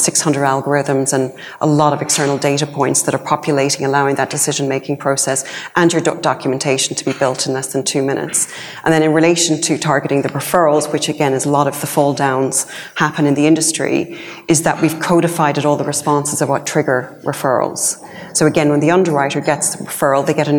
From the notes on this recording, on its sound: one of the keynote presentations at the Cytora conference in November